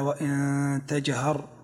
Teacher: النون ساكنة جاء بعد حرف التاء، والتاء من حروف الإخفاء